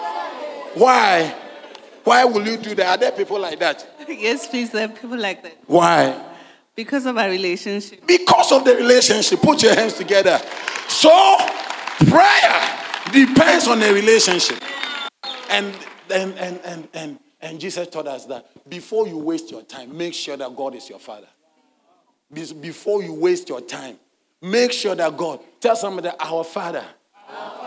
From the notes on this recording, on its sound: Sermon delivered on Sunday, October 22, 2023, at LCI Mega-Church in Cape Town, South Africa.